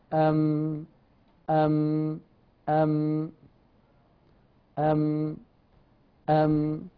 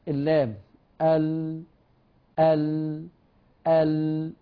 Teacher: خدنا التوسط او البينيه وهو اعتدال في الصوت، يجري ثم يحتبس، يجري ثم يحتبس.